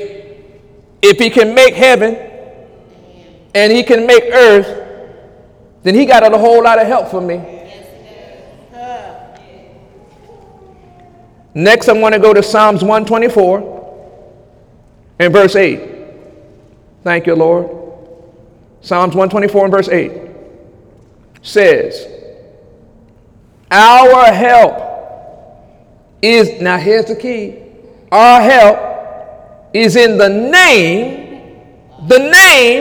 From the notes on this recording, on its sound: During Sunday morning service on November 26, 2017